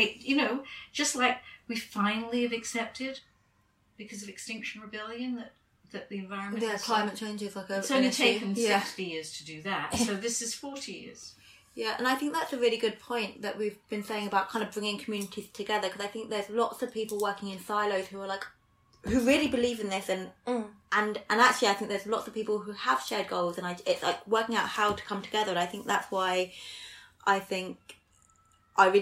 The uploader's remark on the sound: apologies about the sound quality